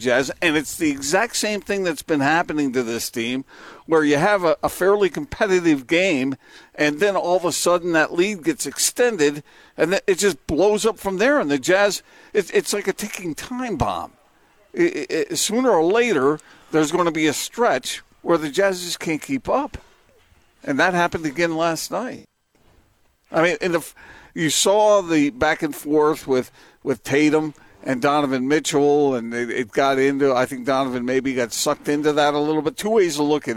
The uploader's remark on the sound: LIVE at The Warehouse in Orem